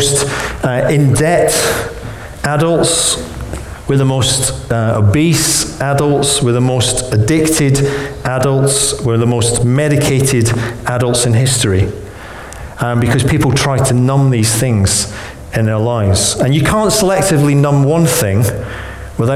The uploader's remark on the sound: Recorded on 10th January 2016 at our Bournville gathering.